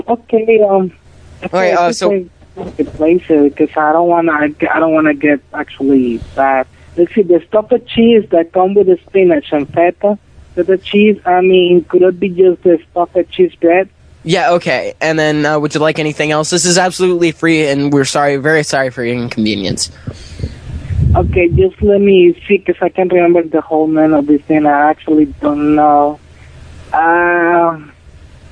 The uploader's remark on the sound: Prank Phone Calls